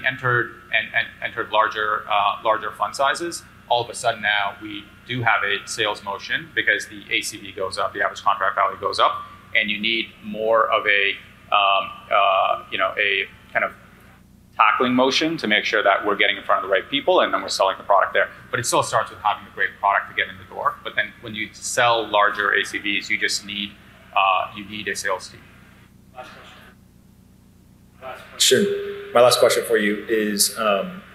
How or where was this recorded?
busy venue